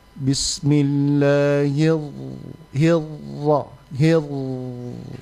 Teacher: sifat huruf ra yang bergetar itu rrr, kalau dia bertasydid, maka itu hilang, dihilangkan. Jadi tidak kedengaran rrr. · Term: getaran dihilangkan